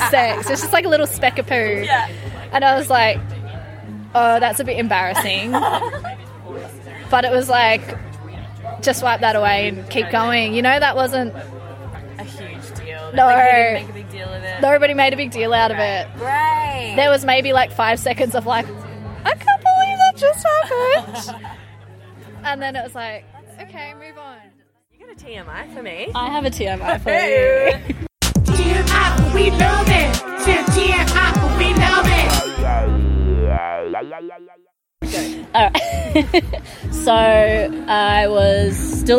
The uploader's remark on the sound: Embarrassing Stories from The Labia Lounge LIVE at Summer of Love Festival. This week on the poddy we go LIVE again at a little day festival called Summer of Love, run by Culture Jam. It was a bit of a rainy old day but we made our Lounge space extra cosy and encouraged punters to take off their disposable ponchos and shake out their brollies and come on in to join us on the IRL vulva couch.